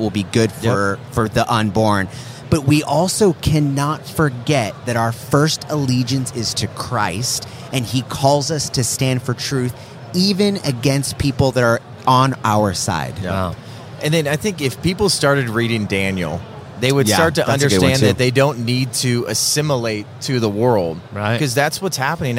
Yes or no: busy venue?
yes